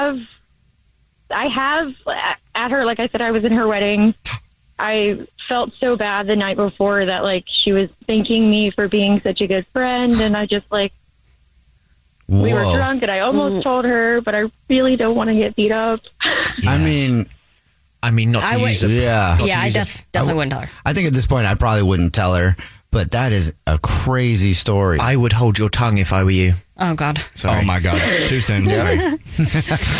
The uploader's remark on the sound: Give the caller an anonymous nickname. The woman on the phone.